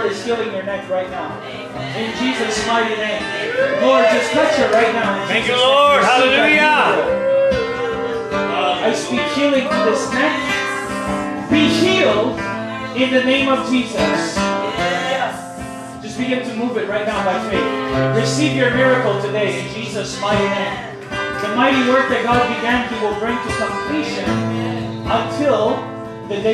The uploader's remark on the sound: On this live Friday night at the cafe.